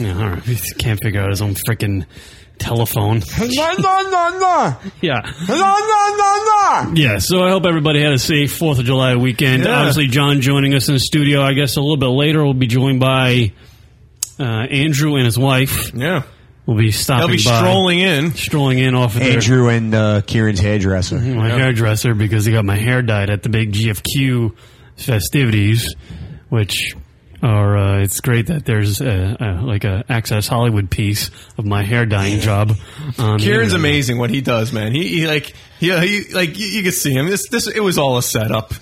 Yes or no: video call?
no